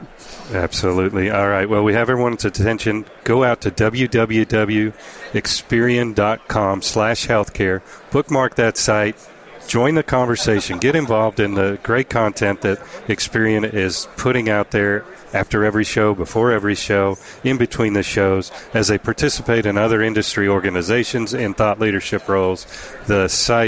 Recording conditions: busy venue